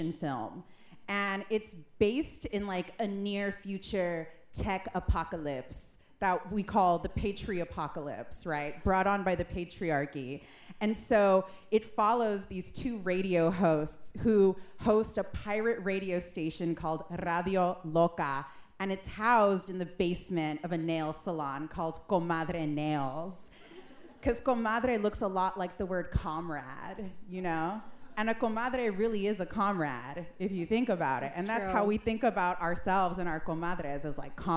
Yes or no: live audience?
yes